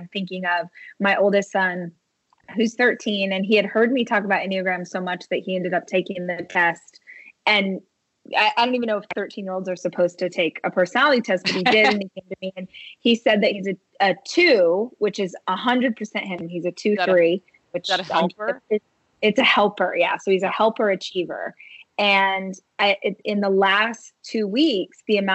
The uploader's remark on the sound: connected over Skype